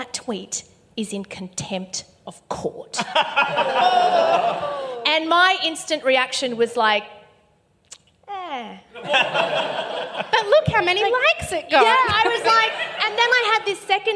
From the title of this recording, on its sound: LIVE